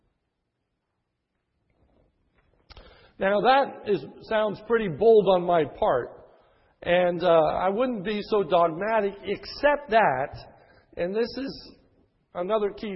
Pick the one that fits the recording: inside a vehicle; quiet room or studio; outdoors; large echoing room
large echoing room